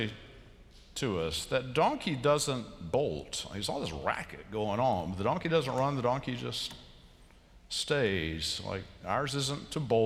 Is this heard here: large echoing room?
yes